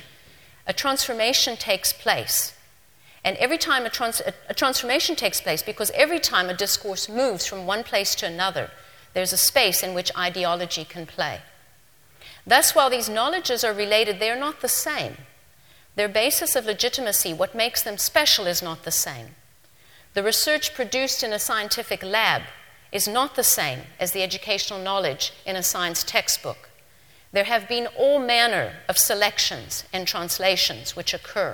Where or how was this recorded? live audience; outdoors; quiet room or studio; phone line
live audience